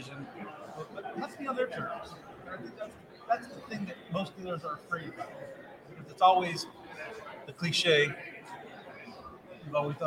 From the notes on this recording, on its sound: Ambush Interview at Driving Sales 2022 with the Auto Hub Show team.